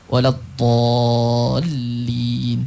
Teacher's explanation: Mad lazim kalimi muthaqqal wajib dibaca dengan 6 harakat.